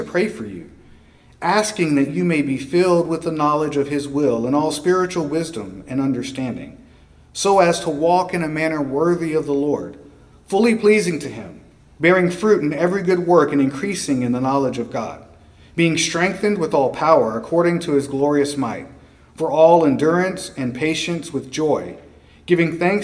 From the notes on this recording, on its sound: preached at Christ Our Savior Baptist Church on Sunday evening, April 2, 2023